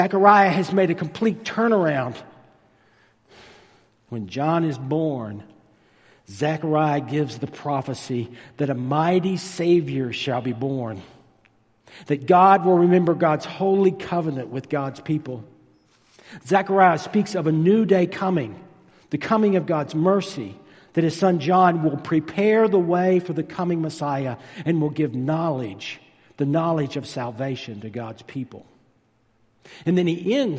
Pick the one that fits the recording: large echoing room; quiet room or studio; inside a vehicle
large echoing room